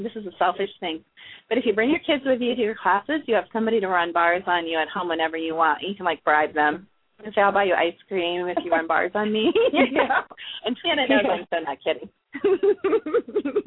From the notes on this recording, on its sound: We will be taking LIVE callers